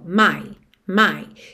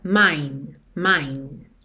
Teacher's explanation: A diferença é mesmo muito sutil. É só esse Nzinho dando acabamento. · Shown in: second take